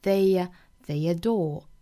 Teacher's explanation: they 和 adore 同样也要加一个小小的耶的发音